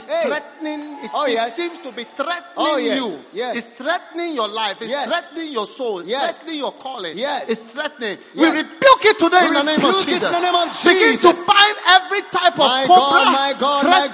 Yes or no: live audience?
yes